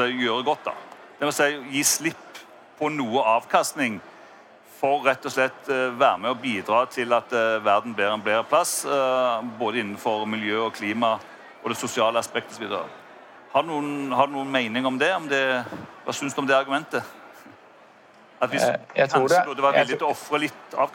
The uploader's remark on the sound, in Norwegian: LIVE på ONS 2022